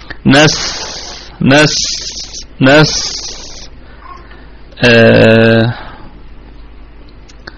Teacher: نستعين، نستعين الكلمة كلها مرققة، والنون في أقل درجات الغنة لأنها مفتوحة، والسين ساكنة نراعي فيها صفة الرخاوة والهمس، الرخاوة والهمس نس نس نس.